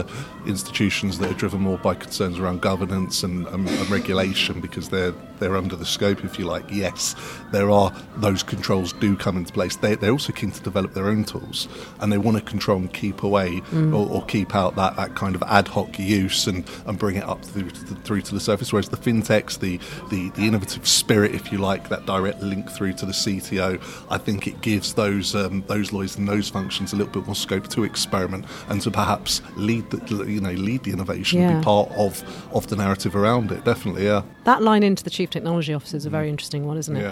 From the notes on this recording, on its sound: We are live from The Lawyer ’s In-House Financial Services conference. We are live from The Lawyer ’s In-House Financial Services conference.